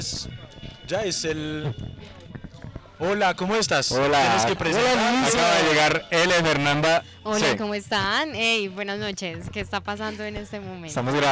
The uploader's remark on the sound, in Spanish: durante una conversación que tuvimos en el Halloweed festival en Santa Helena, Antioquia, con varios amigos